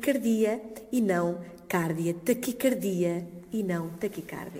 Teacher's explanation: segundo a origem da palavra, ela deve ser articulada com o A fechado, taquicardia